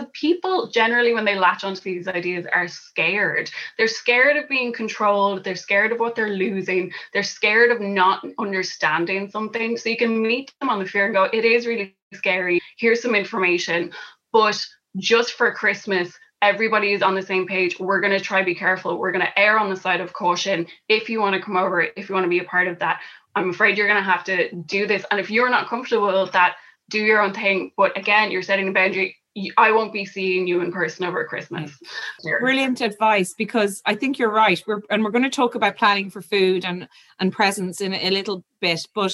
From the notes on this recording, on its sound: We’re bringing you the recording from our recent Women’s Podcast Live event. In front of a very festive Zoom audience.